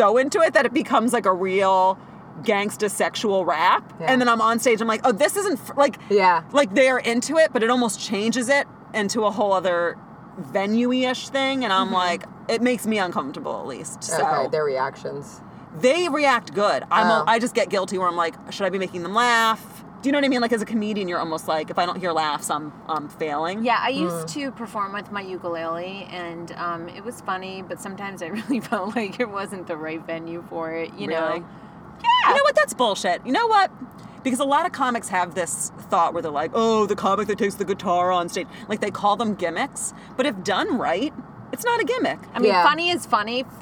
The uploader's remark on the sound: in the CAR